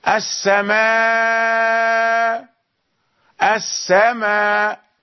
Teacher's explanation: يقرأ السماء بالمد والقصر بدون أن ينطق بالهمزة، حمزة لا ينطق بهمزة محققة في الوقف، السماء، السماء، وله التوسط. · Term: الإبدال